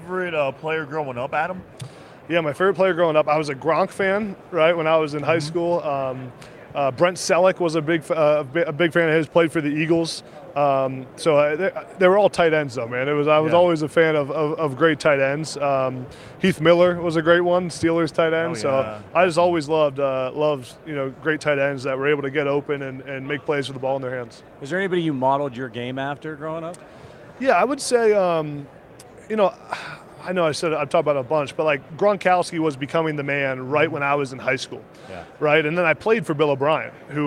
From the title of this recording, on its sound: Live from Super Bowl LVII